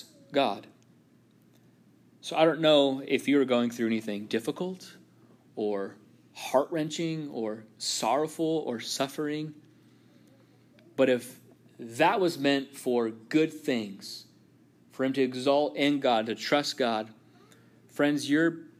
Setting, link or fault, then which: setting, large echoing room